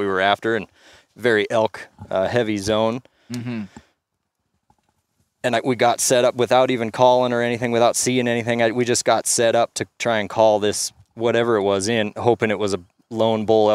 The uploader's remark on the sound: This is an in-the-field recording of the Bear Grease [Render]!